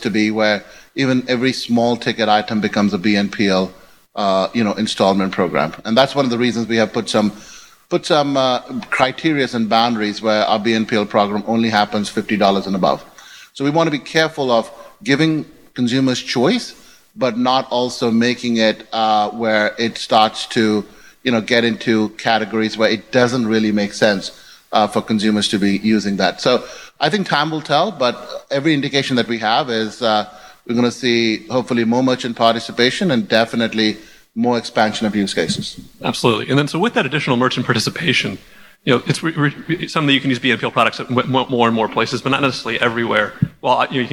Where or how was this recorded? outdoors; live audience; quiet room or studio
live audience